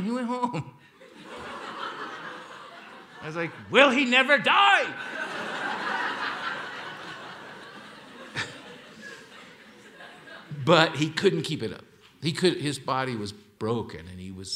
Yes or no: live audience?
yes